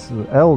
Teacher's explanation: оно среднеевропейское, близко к немецкому, не мягкое, не твердое